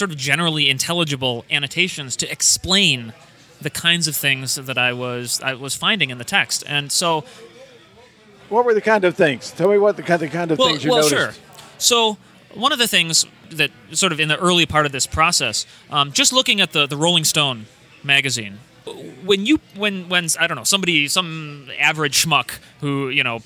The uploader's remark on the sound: RECORDING FROM GONZOFEST